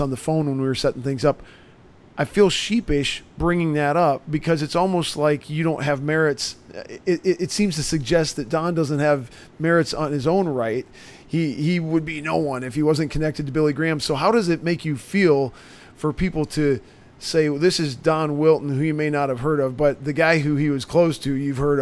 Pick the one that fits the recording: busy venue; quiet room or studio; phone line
busy venue